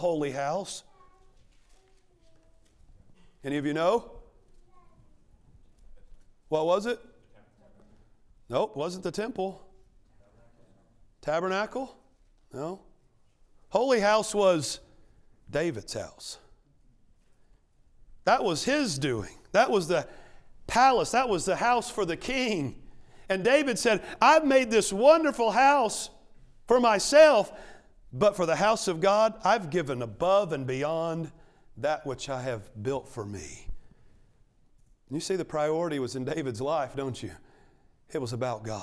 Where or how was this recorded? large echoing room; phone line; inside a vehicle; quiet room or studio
large echoing room